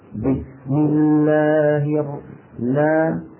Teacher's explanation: السين رخوة، زمنها أطول من زمن اللام